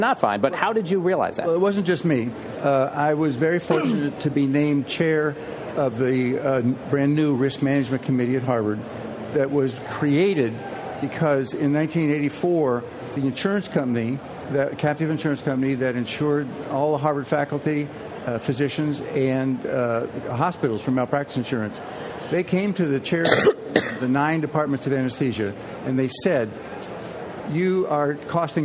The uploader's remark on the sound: Live from ASA 2023! Recorded before a live audience at the Anesthesiology 2023 Annual Meeting in San Francisco.